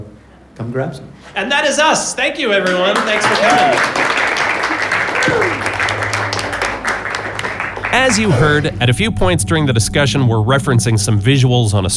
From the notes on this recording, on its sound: panel from New York Comic Con